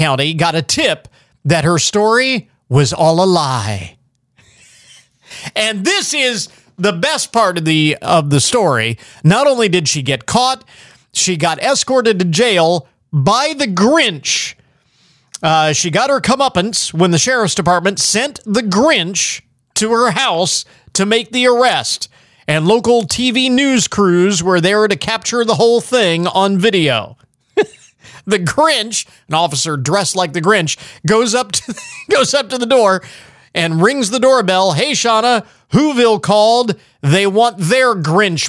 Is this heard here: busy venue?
no